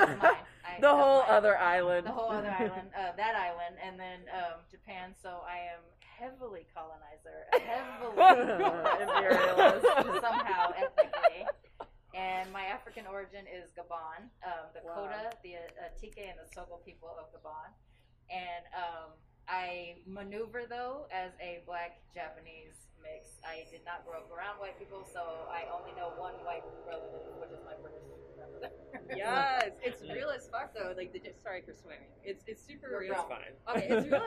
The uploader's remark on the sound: Militantly Mixed Live at East West Players. I had the honor of hosting a Militantly Mixed Live Panel Discussion at East West Players in Los Angeles, CA (Little Tokyo).